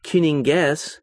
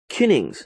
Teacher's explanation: so they drop the unstressed vowel, the Kuninges, the E in there, and just say Kunings. · Shown in: second take